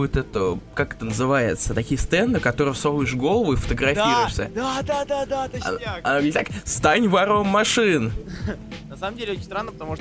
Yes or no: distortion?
no